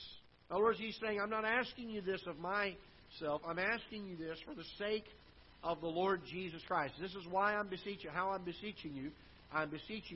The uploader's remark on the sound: Ketha Heights Baptist Church ~ Live Broadcast